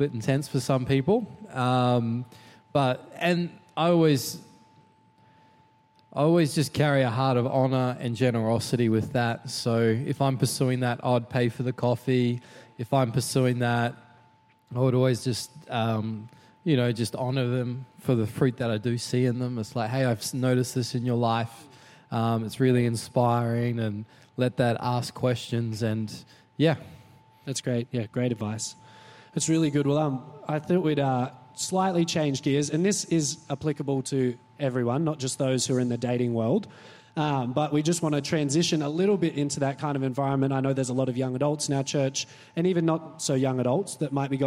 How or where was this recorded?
large echoing room